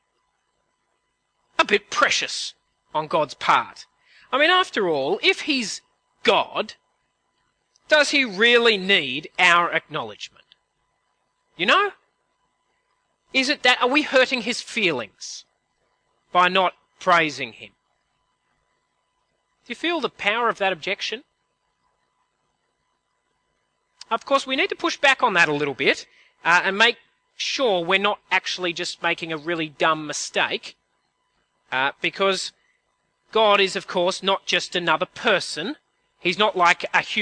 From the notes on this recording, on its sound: At a CIG service